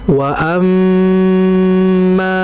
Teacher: ada mim bertasydid maka ditahan terlebih dahulu dengan tahan yang cukup lama karena nun mim bertasydid merupakan gunnah yang sangat sempurna.